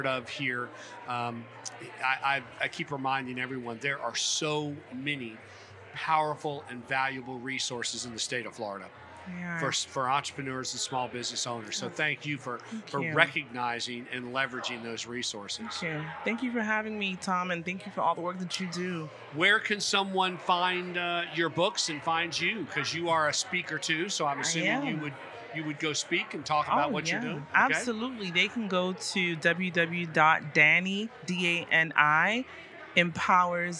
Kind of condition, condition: setting, busy venue